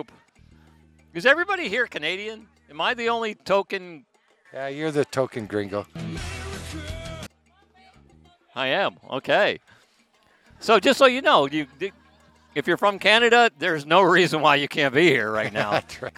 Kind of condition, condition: setting, outdoors